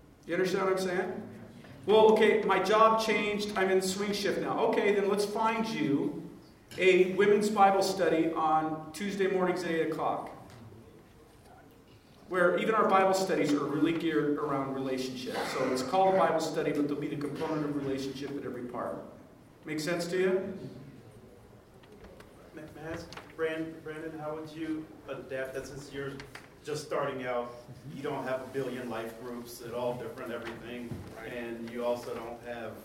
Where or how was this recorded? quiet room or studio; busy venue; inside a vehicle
busy venue